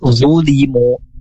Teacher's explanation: cuman dia tengah lidahnya itu terangkat, dia punya sifat itbaq yang baik, zulimu lebih tebal suaranya